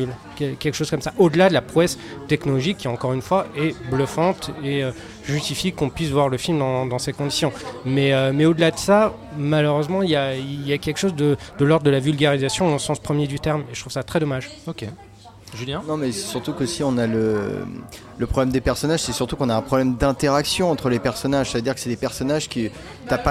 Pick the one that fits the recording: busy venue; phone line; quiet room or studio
busy venue